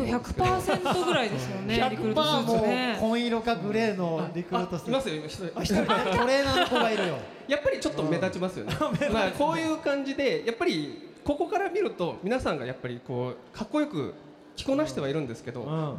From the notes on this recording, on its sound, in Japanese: 就職イベントPREMIUM CAREER FORUM。国内最大級の就職イベントCareer Forumでおなじみ株式会社ディスコ主催のPREMIUM CAREER FORUMで「シューカツの王」初の公開収録を決行！